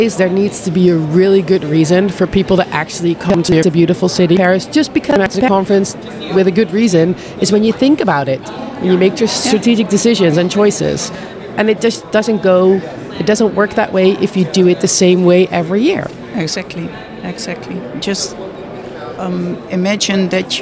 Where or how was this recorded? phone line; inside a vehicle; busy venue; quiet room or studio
busy venue